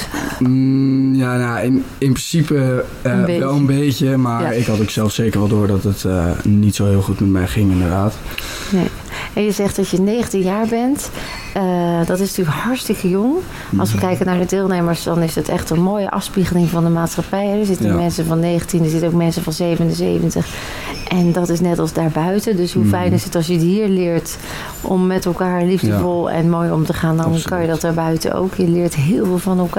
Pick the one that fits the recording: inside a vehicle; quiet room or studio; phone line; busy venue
busy venue